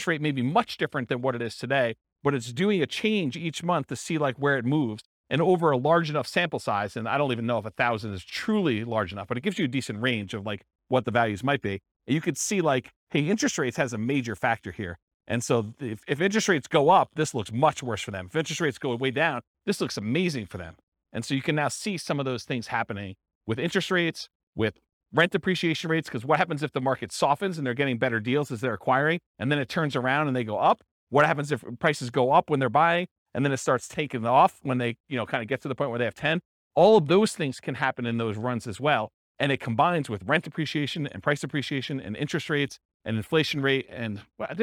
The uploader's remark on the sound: This was a live class recorded